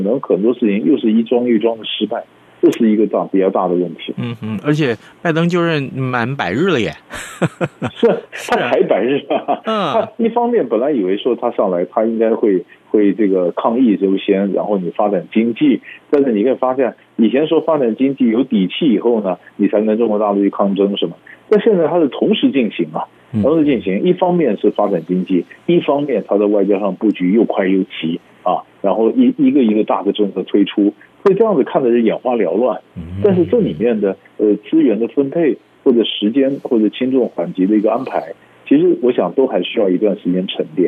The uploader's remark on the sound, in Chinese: 連線訪問